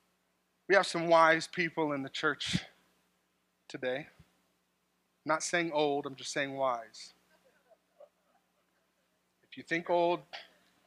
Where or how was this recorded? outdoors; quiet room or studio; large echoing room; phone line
large echoing room